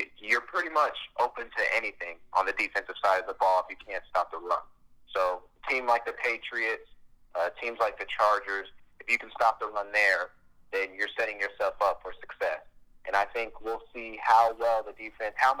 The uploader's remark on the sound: Joined via phone call